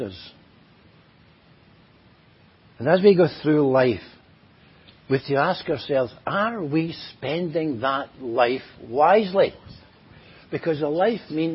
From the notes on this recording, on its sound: At Enniscorthy Christian Fellowship, Enniscorthy, County Wexford, Ireland on 1st January 2023. Audio recording of the Sunday morning Bible Teaching. At Enniscorthy Christian Fellowship, Enniscorthy, County Wexford, Ireland on 1st January 2023.